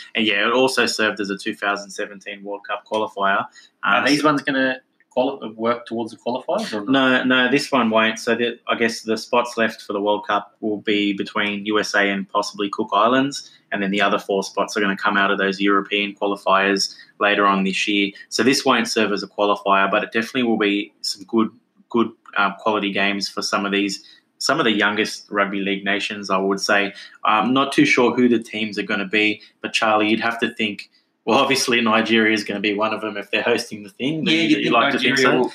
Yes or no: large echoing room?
no